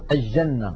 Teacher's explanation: يجعلون اللام عند الجيم شمسية